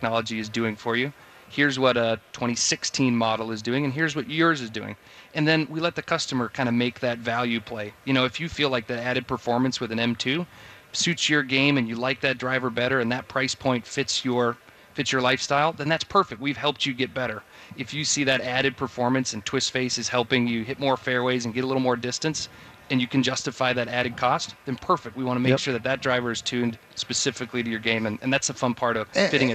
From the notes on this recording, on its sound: live from the Venture Bank Minnesota Golf Show